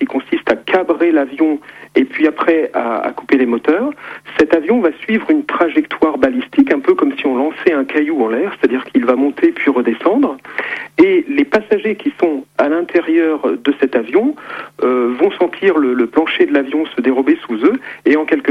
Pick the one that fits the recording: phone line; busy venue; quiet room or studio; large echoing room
phone line